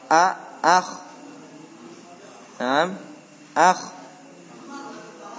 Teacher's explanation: ada yang rokhwah mengalir tapi dia isti'la, diangkat. Hurufnya kho, so, lo, lo, dan go. Maka pangkal lidah naik.